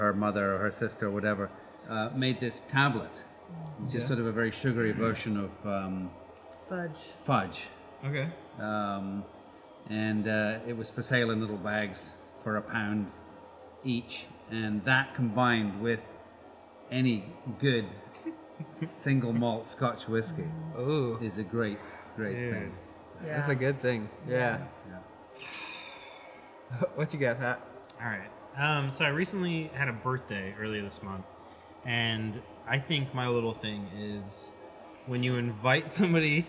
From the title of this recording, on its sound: Live! From MacLeod Ale Brewing Co.